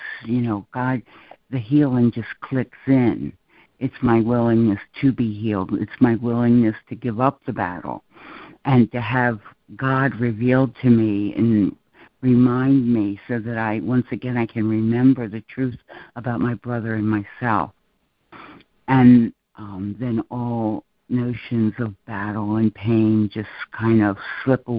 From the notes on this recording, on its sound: ACIM Daily Conference Call